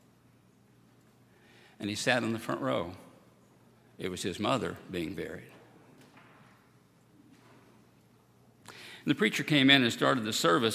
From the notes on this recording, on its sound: At Highland Baptist Church.